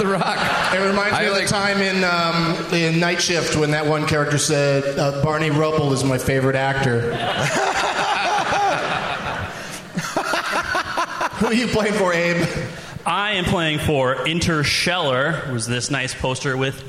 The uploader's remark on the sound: Live from the Woman's Club of Minneapolis